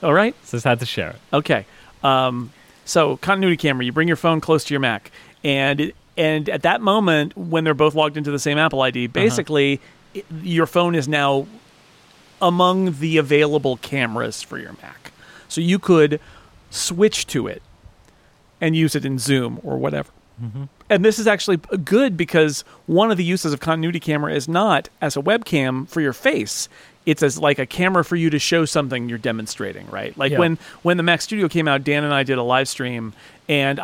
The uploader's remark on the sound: An episode recorded live in the California sun. The breeze is blowing.